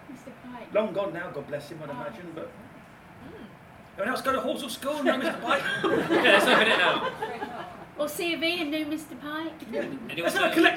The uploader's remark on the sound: Recorded in the Star Inn in Quarry Street in Guildford, as part of The Guildford Fringe Festival.